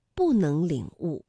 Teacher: 因为能是二声，所以不在这里读四声